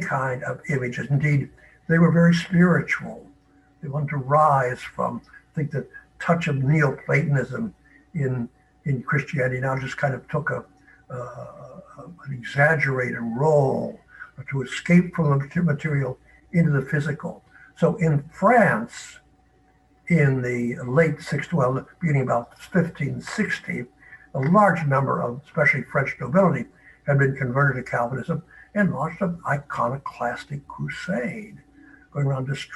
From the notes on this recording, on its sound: Originally delivered as a live webinar on November 1, 2020.